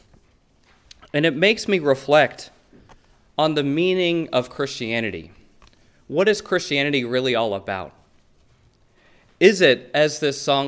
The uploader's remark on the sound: A public lecture. At the University of Chicago. Which includes Q.